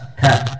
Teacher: Ada nafas yang keluar bersama dengan pengucapan huruf ka.